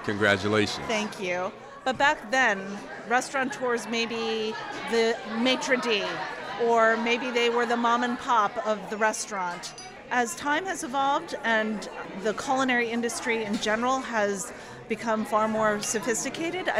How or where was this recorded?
busy venue